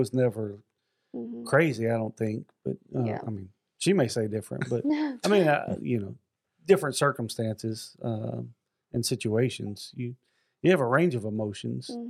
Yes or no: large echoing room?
no